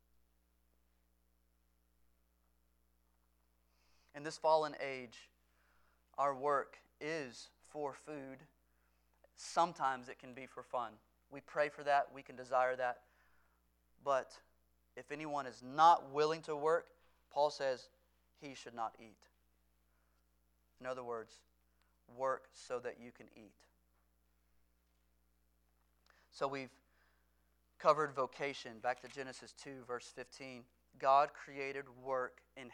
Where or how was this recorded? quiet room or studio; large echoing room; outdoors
large echoing room